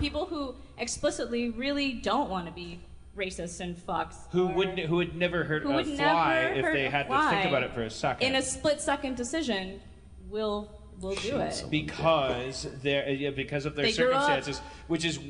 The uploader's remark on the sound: Harmontown is live from Chicago. A live organist!